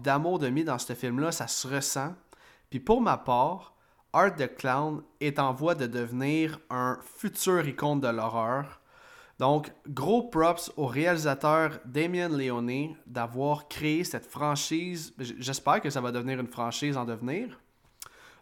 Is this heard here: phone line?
no